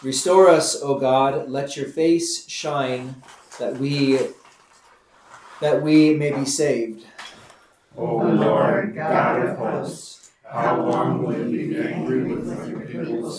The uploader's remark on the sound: This is the audio from the 10am class we hold on Wednesdays. If you are in the Fredericksburg Texas area and would like to join us some time for Concord Class, we meet Wednesdays at 10am during the Lenten Season.